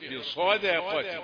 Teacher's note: صاد مفخمة والدال هي الرقيقة